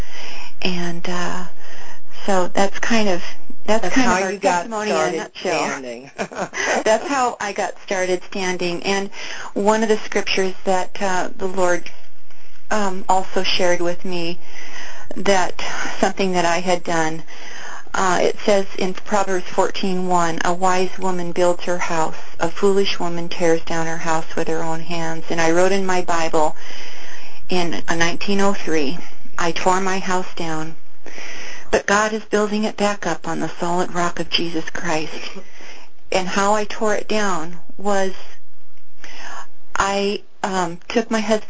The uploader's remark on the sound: FEBRUARY 13, 2011 CONFERENCE CALL.